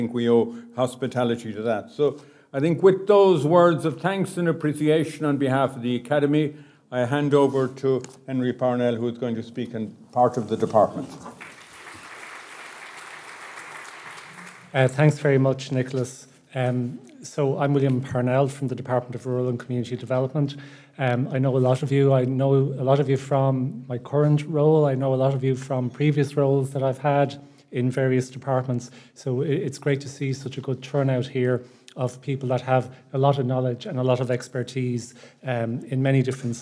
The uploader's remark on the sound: A recording of a rural stakeholder event on economic development in rural Ireland, hosted by NUIG. Organised by the RIA Social Sciences Committee in collaboration with the Department of Rural and Community Development.